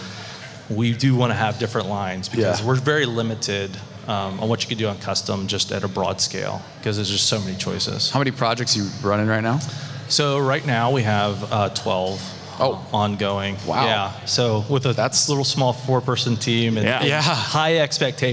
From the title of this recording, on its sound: Live from Buildertrend University